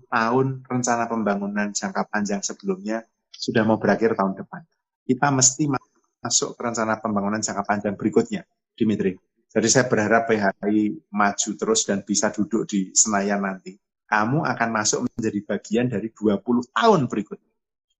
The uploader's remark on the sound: NALAR TALKS Live on Instagram